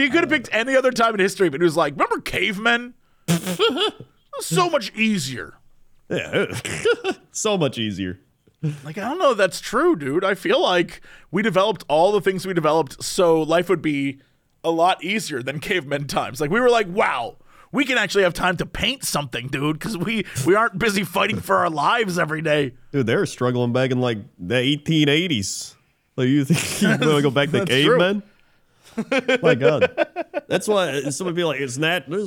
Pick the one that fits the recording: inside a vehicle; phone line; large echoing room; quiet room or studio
quiet room or studio